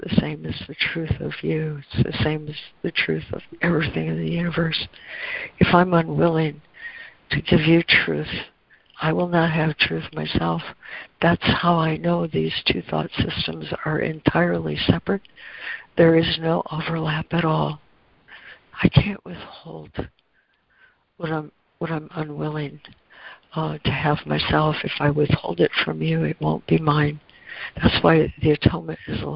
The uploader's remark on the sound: ACIM Daily Conference Call.